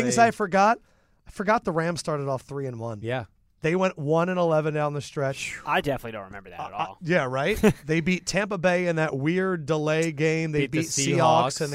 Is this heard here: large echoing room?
no